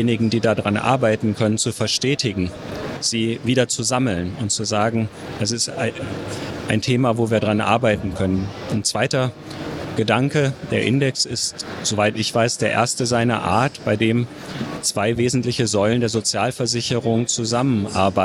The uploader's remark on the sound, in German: Live vom Deutschen Pflegetag 2022 (Erster Tag)